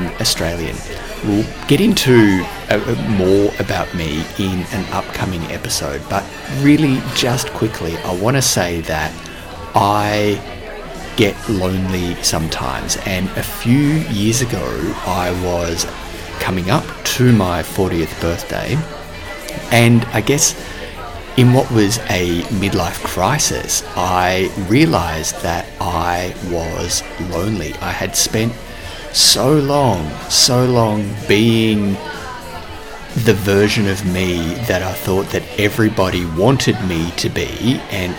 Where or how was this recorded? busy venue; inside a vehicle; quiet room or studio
busy venue